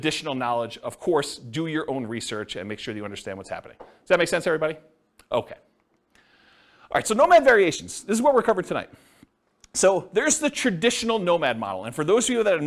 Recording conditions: live audience